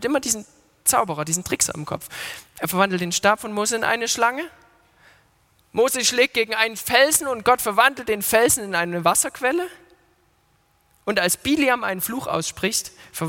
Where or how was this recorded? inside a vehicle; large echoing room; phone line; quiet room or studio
large echoing room